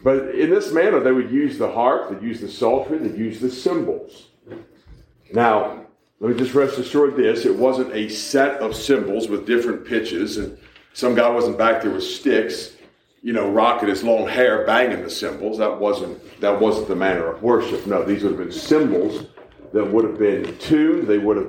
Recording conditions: large echoing room